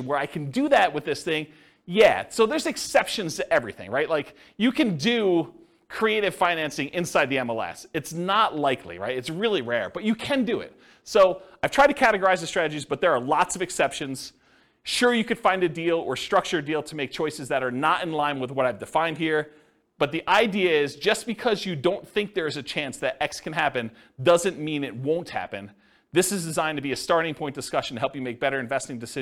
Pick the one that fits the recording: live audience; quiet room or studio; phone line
live audience